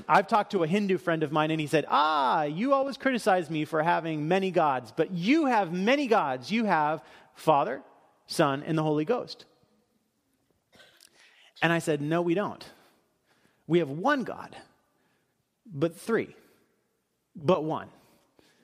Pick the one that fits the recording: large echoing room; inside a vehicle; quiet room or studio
large echoing room